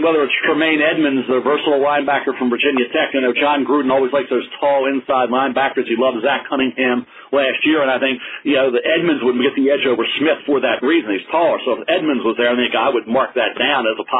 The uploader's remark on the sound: NFL Draft Conference Call